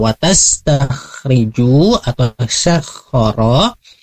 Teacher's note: membaca watas takhriju atau syakhoro, itu ada di tenggorokan bagian atas paling luar